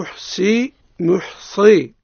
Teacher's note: صاد مفخم لأنه من حروف الاستعلاء